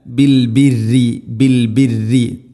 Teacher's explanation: ബിൽ ബിരി, പ്രിയമുള്ള ശ്രോതാക്കളെ പ്രത്യേകം ശ്രദ്ധിക്കുക, ബിൽ ബിരി, ബിൽ ബിറി പറയരുത്. റാഇന് ശദ്ദ് കസ്ർ, ബിൽ ബിറി അല്ല, ബിൽ ബിരി, ബിൽ ബിരി. തർഖീഖാണ് ചെയ്യേണ്ടത് ശദ്ദുണ്ടെങ്കിലും.